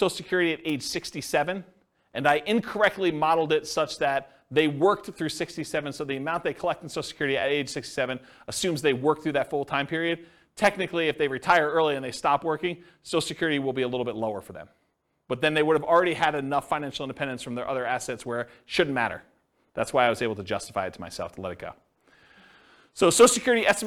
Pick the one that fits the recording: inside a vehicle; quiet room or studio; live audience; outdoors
live audience